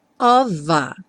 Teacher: o F vai ter som de V, e aqui juntando com a